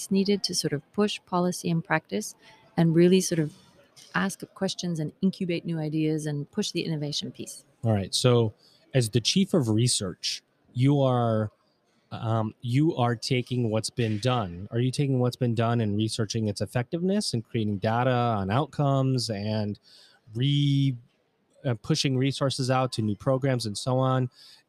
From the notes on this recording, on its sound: LIVE from the WISE Summit 2021. Recorded LIVE & in person from the 2021 World Innovation Summit for Education (WISE).